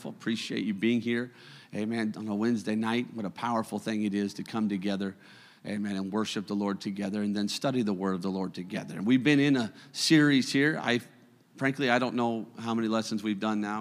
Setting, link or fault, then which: setting, large echoing room